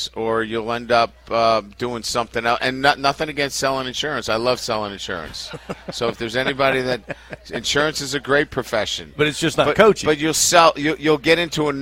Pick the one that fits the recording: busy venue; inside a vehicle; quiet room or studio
busy venue